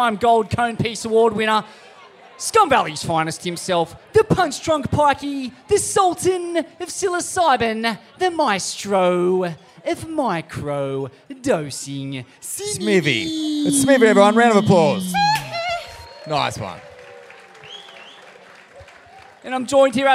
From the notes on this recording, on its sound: Live from the Usher Cup President's Dinner.